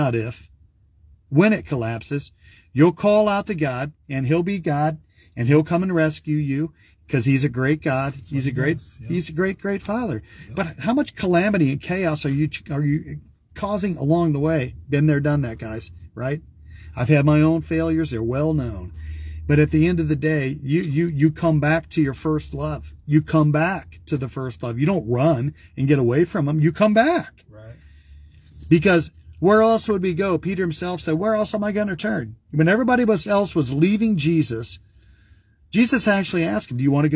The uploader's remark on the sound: Brown Bag In The Van!